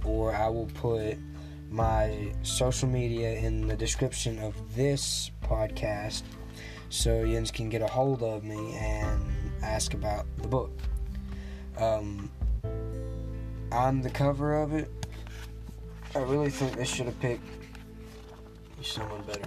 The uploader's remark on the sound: Sorry for the buzzing.